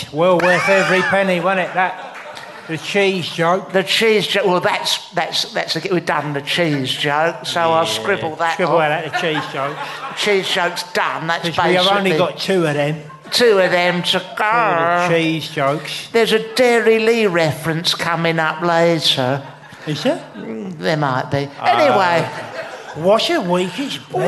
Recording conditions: live audience